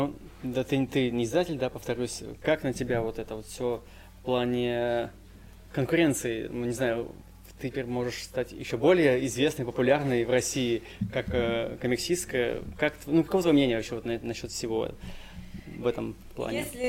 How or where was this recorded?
busy venue